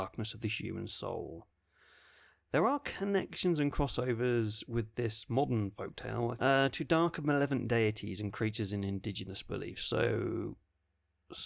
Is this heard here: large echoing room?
no